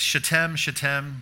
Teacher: The emphasis or the accent's on the second syllable